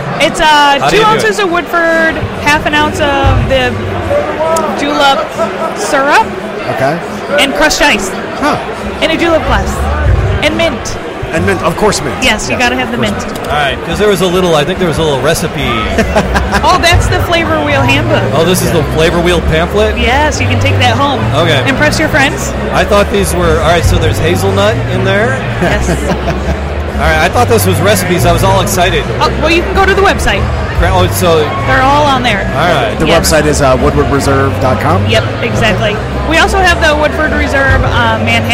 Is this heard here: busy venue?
yes